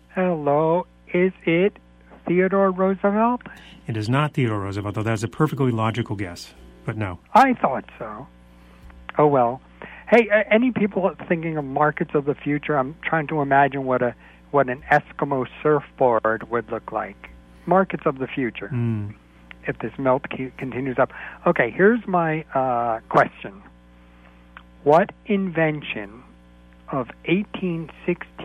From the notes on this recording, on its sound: Comes in solo for this show and takes phone calls from listeners.